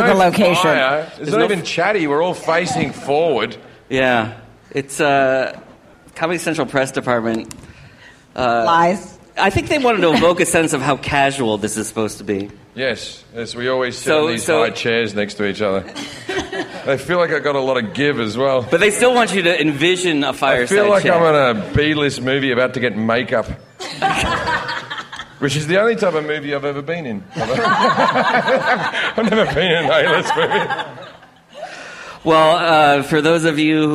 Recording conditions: live audience